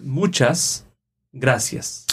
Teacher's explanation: if you say muchas gracias, both words, they have two syllables. So the stress is in the second last.